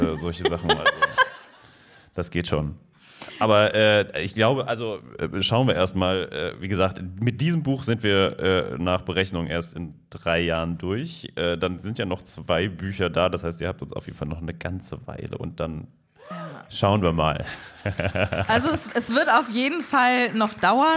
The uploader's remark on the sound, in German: LIVE IN BERLIN. Der Live-Aufnahme zweiter Teil.